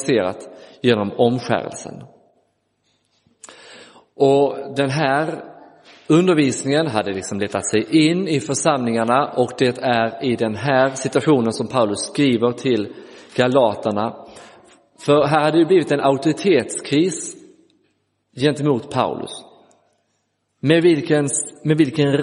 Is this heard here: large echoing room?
yes